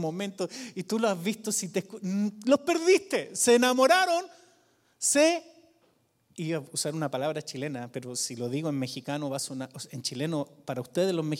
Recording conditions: large echoing room